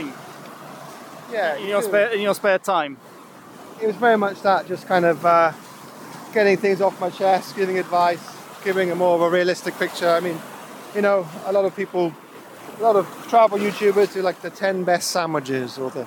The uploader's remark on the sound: This time we were recording while walking along the shore. I got my pants wet as I was wading through the waves.